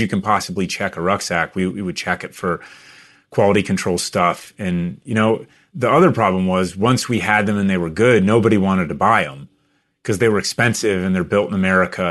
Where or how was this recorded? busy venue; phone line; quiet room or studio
quiet room or studio